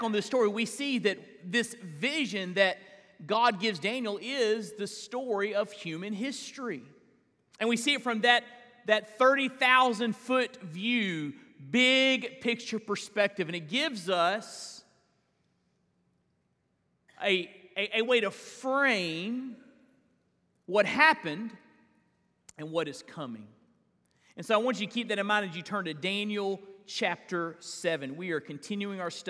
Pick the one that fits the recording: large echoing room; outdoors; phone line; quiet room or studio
large echoing room